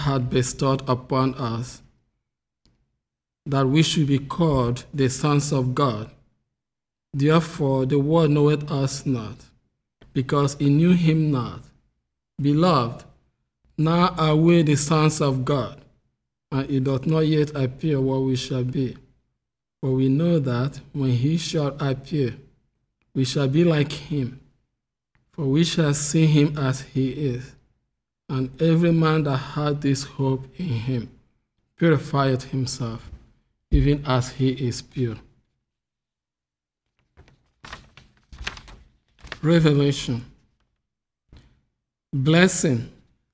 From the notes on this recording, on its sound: The Sunday service audio from October 31st, 2021